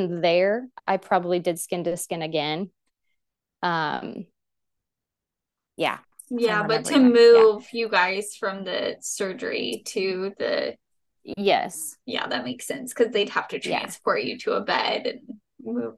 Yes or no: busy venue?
no